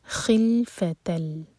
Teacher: تل ادغام بغیر غنہ کے، یہاں پر نون کی آواز بالکل نہیں آئے گی